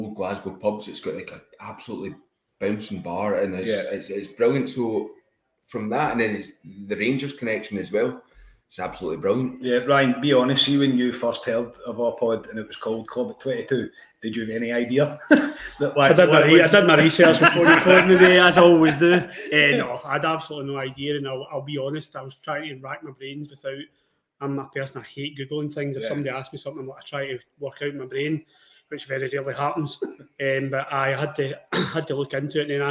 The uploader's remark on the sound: RECORDED AT THE VICEROY BAR